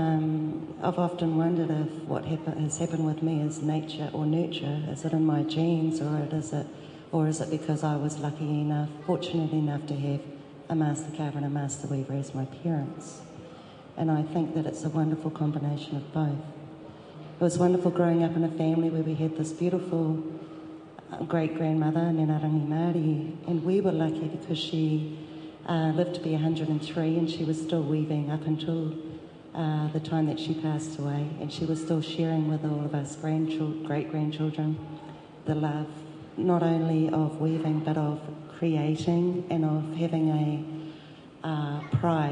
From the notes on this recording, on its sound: during a panel discussion at Call of Taranaki: Reo Karanga o Taranaki exhibition at Puke Ariki Museum.